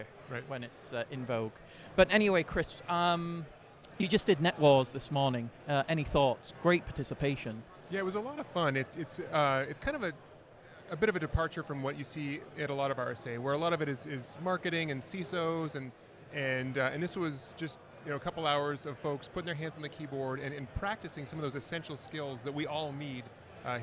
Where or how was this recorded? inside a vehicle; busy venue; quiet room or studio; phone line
busy venue